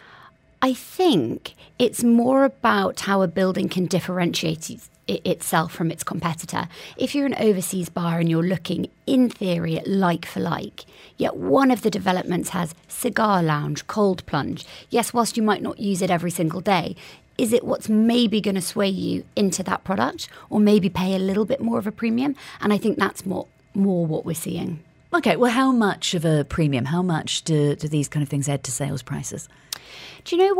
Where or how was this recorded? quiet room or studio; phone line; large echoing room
quiet room or studio